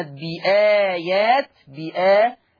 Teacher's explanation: عندنا مد بدل، عندنا كلمة أوتو أو، وعندنا كلمة بآيات بآ، الاثنين مد بدل فيهما القصر والتوسط والإشباع